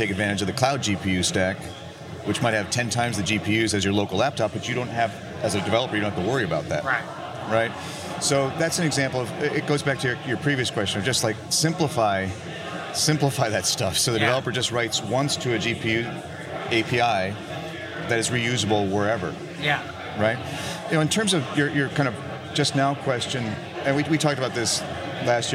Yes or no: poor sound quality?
no